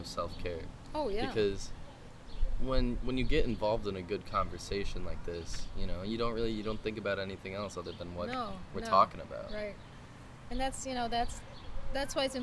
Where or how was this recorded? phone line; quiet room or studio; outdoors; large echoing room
outdoors